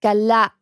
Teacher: am Ende von dem langen A kommt noch ein Knacklaut.